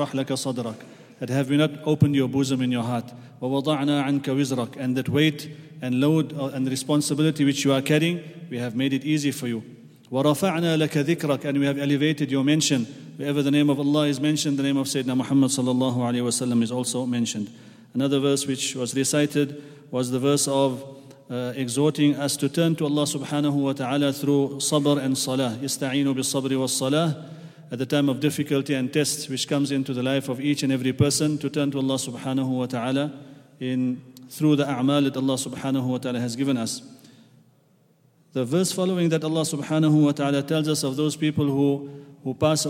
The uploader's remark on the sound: at the Houghton Masjid (West Street)